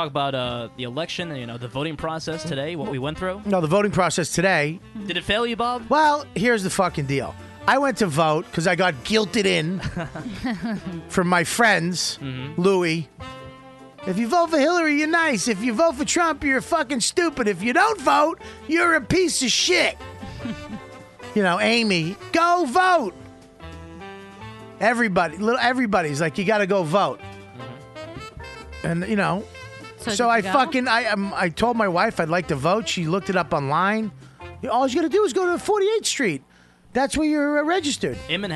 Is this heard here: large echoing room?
no